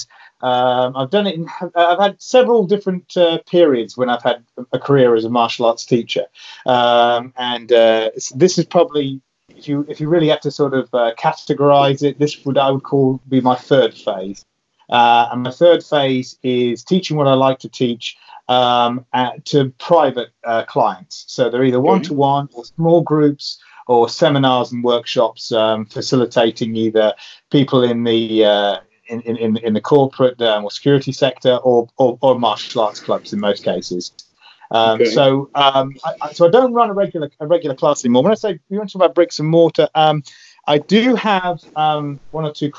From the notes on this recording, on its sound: He is in the UK, we coordinated a Skype call this past Sunday.